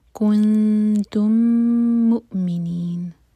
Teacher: میم اور میم کا ادغام میم کو ہولڈ کریں گے